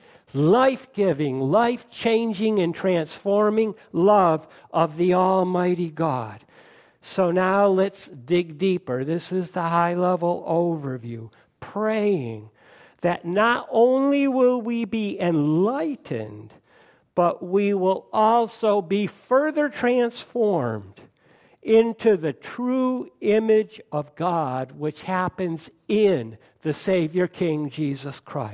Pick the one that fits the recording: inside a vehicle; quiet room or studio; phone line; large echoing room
large echoing room